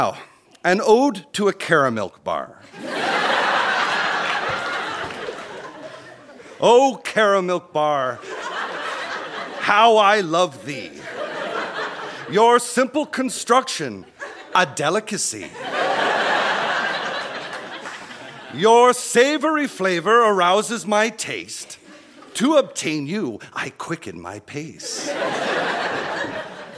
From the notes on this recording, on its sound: Recorded live at The Gladstone Theatre in Ottawa.